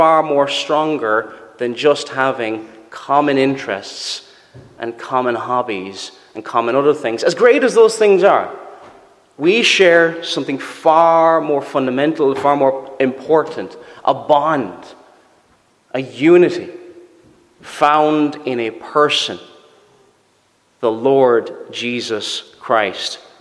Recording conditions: large echoing room